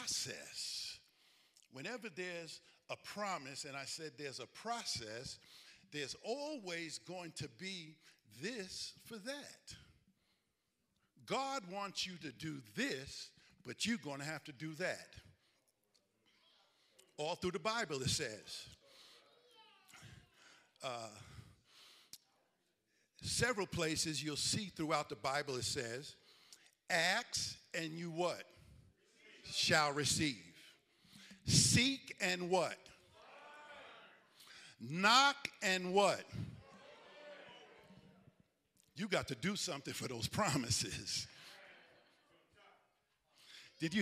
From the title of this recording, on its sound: Recovery Church Live Event